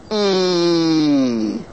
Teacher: E, I don't consider to be a diphthong. It only has one sound. E. There's only one vowel sound to that, in my opinion, so I don't call it a diphthong.